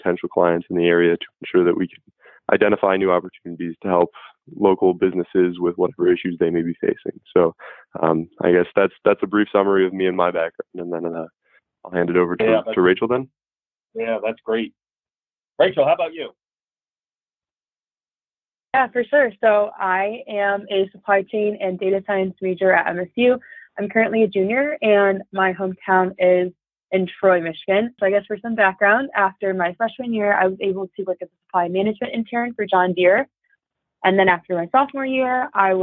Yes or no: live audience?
no